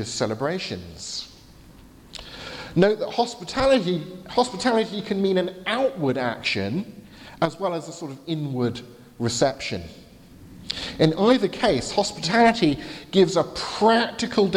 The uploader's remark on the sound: From the 11:15 service at Highfield Church, Southampton, delivered on Sunday 21st July 2019.